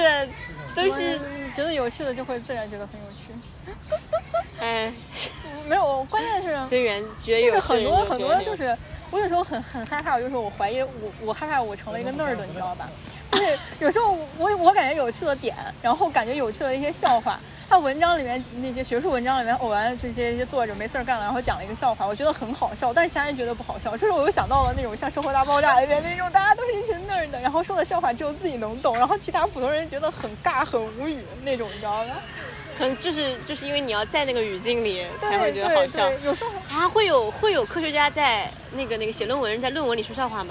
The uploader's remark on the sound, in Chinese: 录制于北京动物园的一期考古科普节目。录制时我们面对着亚洲象，有着极其自然喧嚣的环境音，你能听见飞来飞去的乌鸦叫，和跑来跑去的尖叫小朋友。